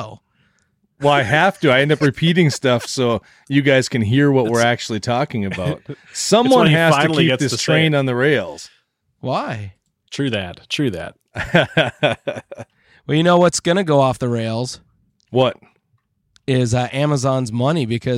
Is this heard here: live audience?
no